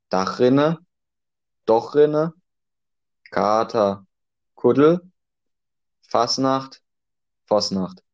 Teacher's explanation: Ein weiteres Merkmal ist, dass A zu O wird